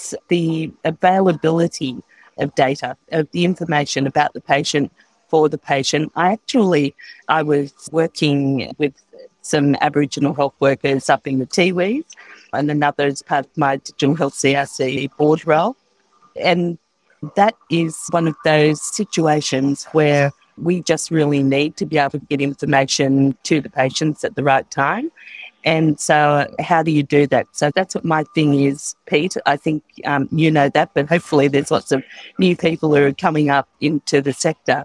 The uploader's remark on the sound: In this episode recorded at the Talking HealthTech Winter Summit, we explore patient expectations in healthcare.